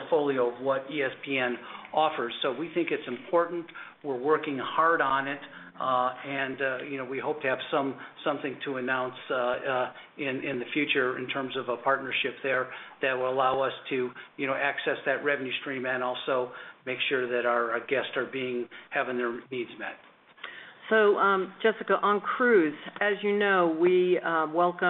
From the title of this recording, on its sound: Earnings Conference Call